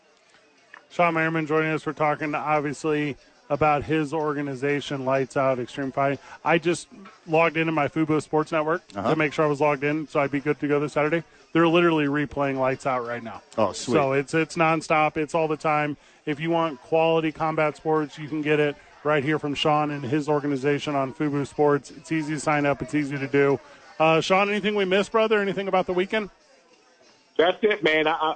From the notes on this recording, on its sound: live from ABQ AXE